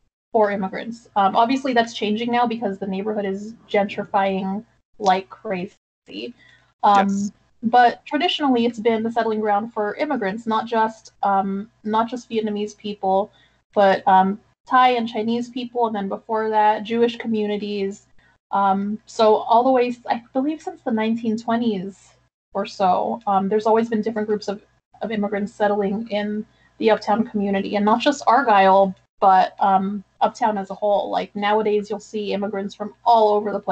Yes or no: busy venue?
no